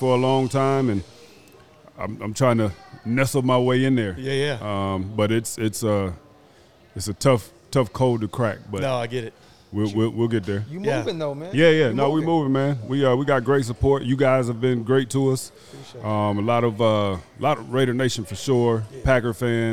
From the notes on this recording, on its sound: LIVE from Bar Code Burgers in Las Vegas